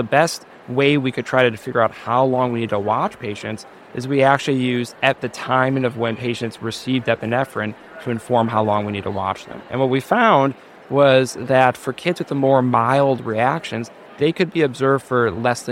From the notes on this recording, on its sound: at the Pediatric Academic Societies (PAS) meeting in Washington, DC, where we spoke with him